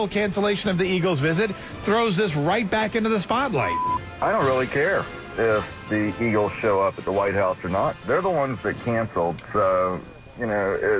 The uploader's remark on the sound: live in the studio as he takes your calls